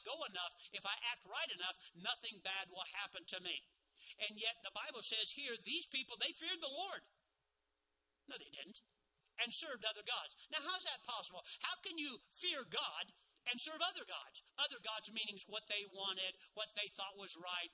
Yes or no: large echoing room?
yes